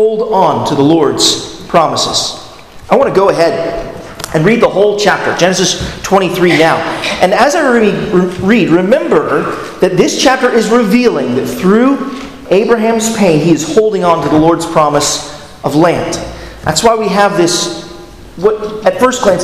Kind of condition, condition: setting, large echoing room